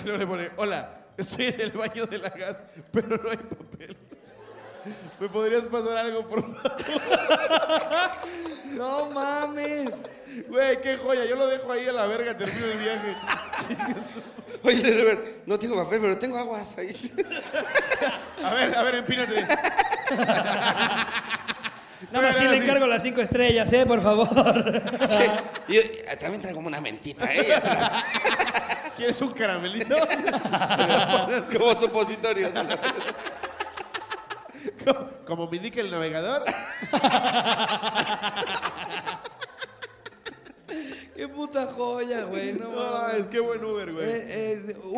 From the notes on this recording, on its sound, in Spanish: Anecdotario directamente en vivo desde Culiacán.